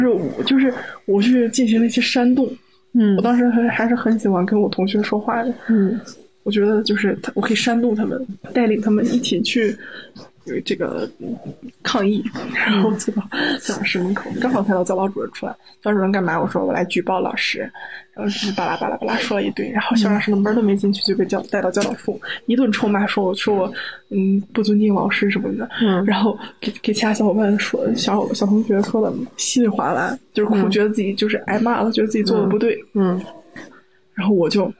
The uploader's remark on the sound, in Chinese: 源于我在泸沽湖做义工。院子里还有一桌我很不喜欢的客人居然半夜打麻将。